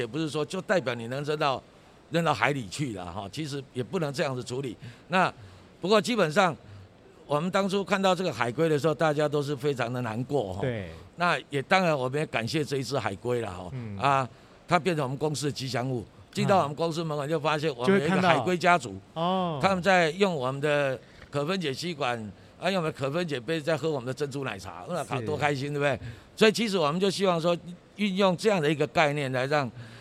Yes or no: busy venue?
yes